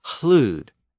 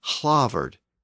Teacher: The Anglo-Saxons actually had a tendency to pronounce words with a slight aspiration before the consonant. So words like loud and lord and lady were also once pronounced with a slight breath before the L. Loud was hlud, H-L-U-D, and lord was hlavard, H-L-A-F-O-R-D.